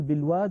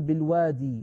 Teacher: يعني بعض القبائل تقول بالواد وبعض القبائل تقول بالوادي لغة في الكلام اليومي بينهم